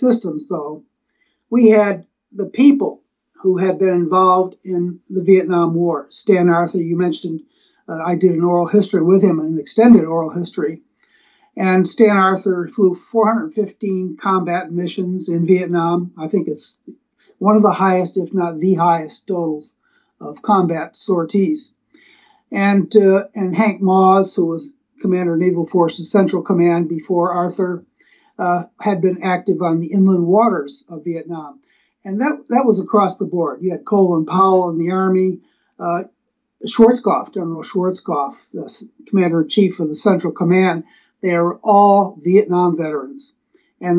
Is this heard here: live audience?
no